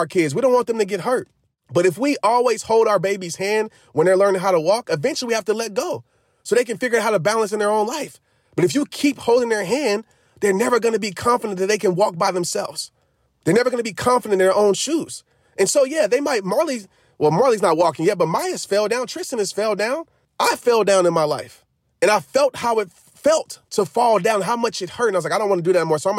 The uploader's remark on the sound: The answer: in the car!